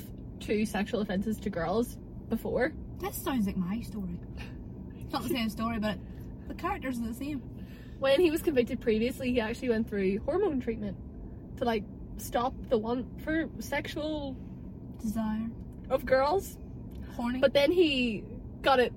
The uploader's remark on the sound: We apologise for the background noise during this episode, it was recorded remotely in the Fiat 500 and not the recording studio. We were also experiencing problems with our usual editing app and had to use another software, so the editing isn't our finest.